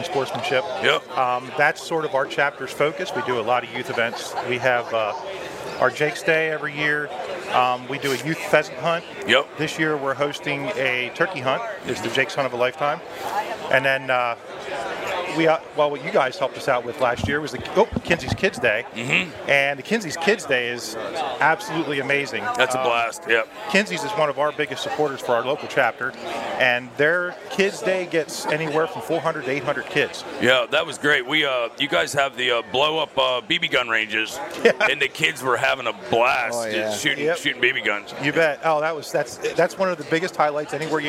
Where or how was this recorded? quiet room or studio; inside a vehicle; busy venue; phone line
busy venue